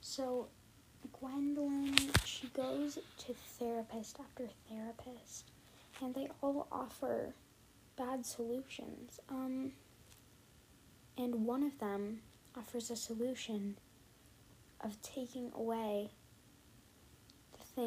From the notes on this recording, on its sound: The audio was SO BAD I’m so sorry!